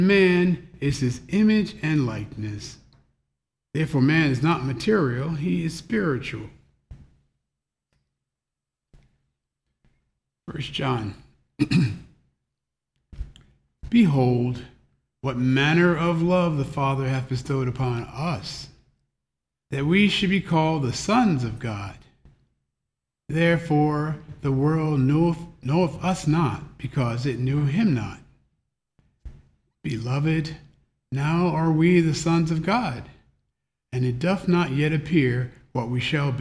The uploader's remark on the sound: The Sunday service audio